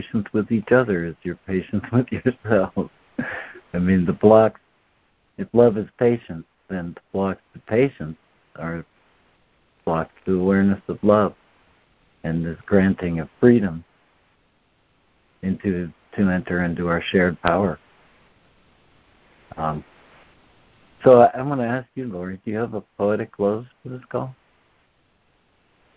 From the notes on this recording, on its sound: ACIM Daily Conference Call